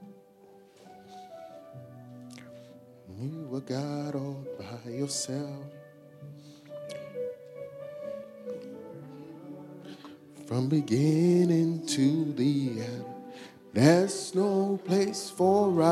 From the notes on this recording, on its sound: preached at our Faith Encounter Service